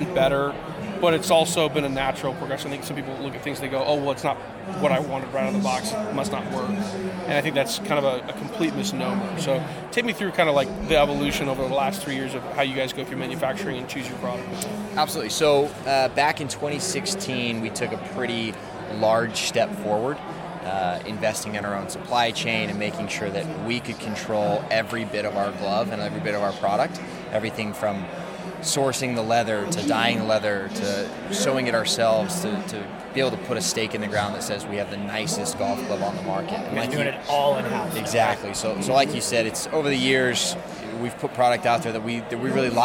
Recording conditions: busy venue